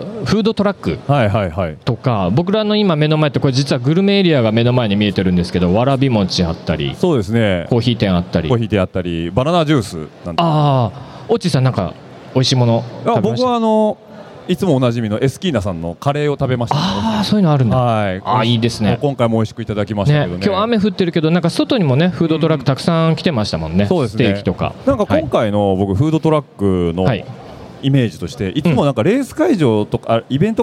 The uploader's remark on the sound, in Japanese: 今回はサイクルモード東京2023におきまして、BicyleClubブースで行いました公開収録の模様をお届けします。